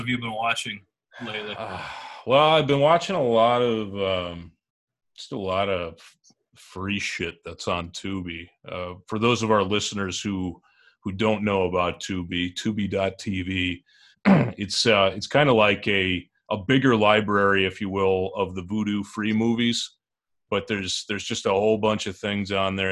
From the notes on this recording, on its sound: We did this episode remotely. Due to sound on Zoom.